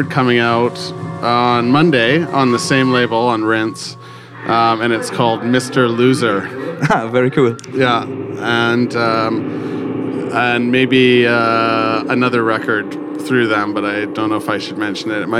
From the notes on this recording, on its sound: Live aus der Else.